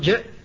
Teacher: كذلك يحرص عليها في الجيم، قال: وفي الجيم، يحرص على الشدة والجهر في الجيم وعلى الانفتاح فيها